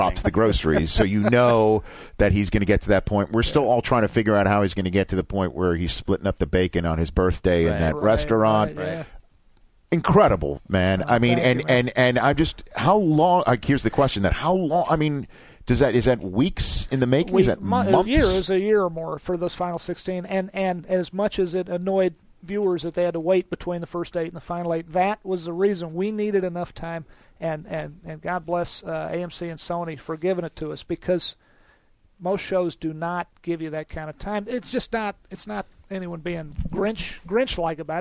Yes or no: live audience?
no